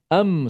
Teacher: Sifat semula jadi mim dengung tu memang adalah. Am, ha, dengung lah tu am suara dengung masuk dalam hidung